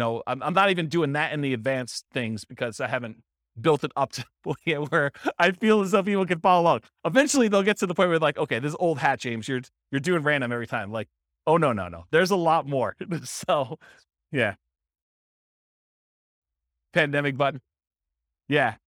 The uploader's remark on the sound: This was a live class recorded